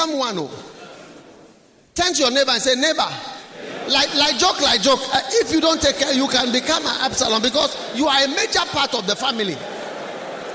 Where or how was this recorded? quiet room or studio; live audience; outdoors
live audience